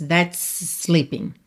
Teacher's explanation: That's, termina em S, slipping, começa em S, você não vai se preocupar em fazer dois S's.